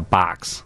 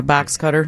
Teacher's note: You just take an extra third of a second to pronounce the O. Exactly.